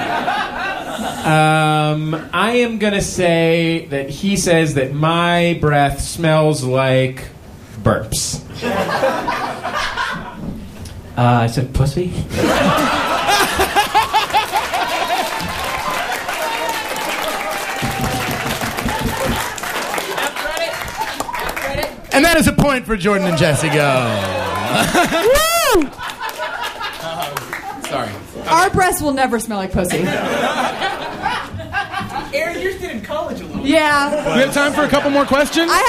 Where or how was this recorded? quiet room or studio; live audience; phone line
live audience